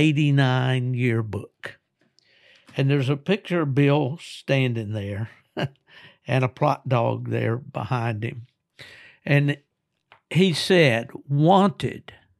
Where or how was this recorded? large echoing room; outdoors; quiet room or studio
quiet room or studio